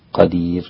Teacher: وطبعا الراء تقف عليها بالترقيق قدير، وإذا وصلت فإنك تفخمها لكل الأئمة عدا الإمام ورش فإنه يرققها وصلا أيضا.